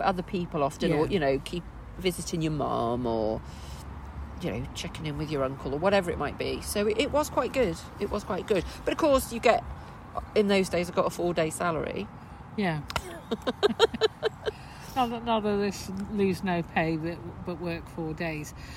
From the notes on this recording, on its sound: They grapple with the issues caused by background noise in the beer garden they've chosen as the location.